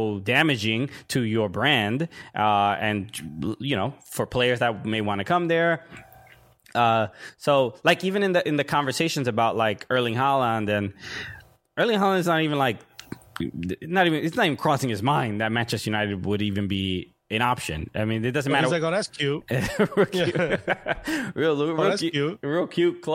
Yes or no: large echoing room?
no